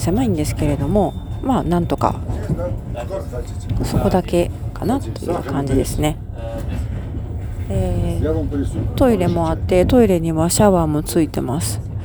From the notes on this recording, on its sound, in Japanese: ジョージア‐アルメニア国際寝台列車の中にて。